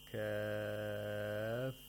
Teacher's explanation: At the end, we put the stress on the fa. · Term: nabr